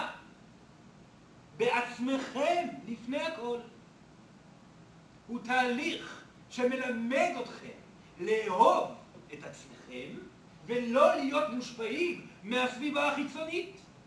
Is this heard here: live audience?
yes